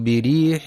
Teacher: ينتبه القارئ في كلمة بريح لترقيق الراء المكسورة